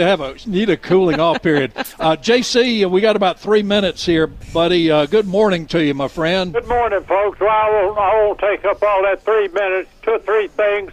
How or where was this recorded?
busy venue